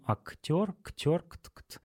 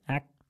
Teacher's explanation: в русском к-т на стыке произносится четко и да, мы это все слышим · Shown in: first take